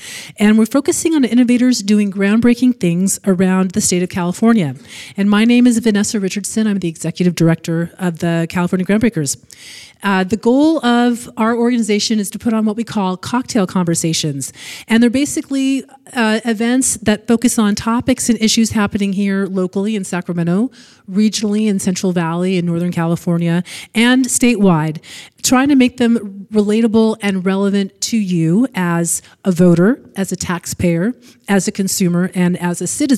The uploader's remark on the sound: Recorded May 23, 2018 at Antiquite Midtown in Sacramento